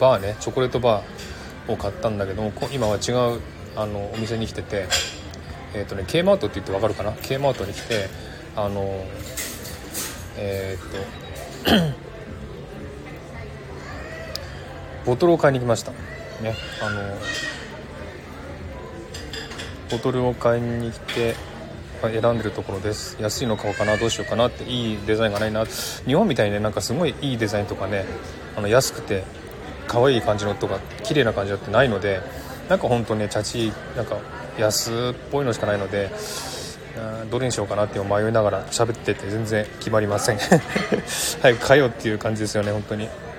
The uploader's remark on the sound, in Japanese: ショッピングセンター買い物中継ライブ。シドニー #オーストラリア。